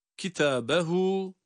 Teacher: burada hem ta hem de ha harfi birer elif miktarı uzatılmakta